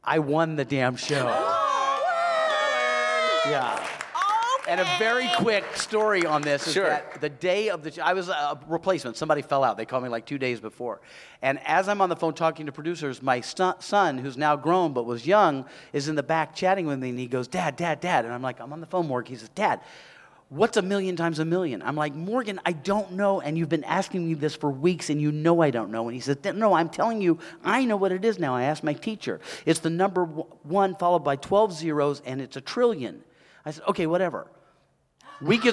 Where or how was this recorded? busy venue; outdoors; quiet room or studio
busy venue